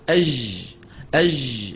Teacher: جعلوا صوت الجيم رخوا، وذلك بإجراء الصوت معه، بخلاف الجيم الفصيحة فإن صوتها محبوس.